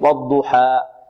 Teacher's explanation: الألف تمد بمقدار حركتين